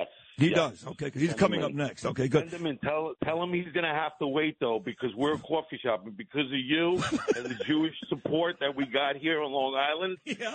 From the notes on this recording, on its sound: Calls in to tell his story. Owner of the Golden Globe Diner in Huntington, NY.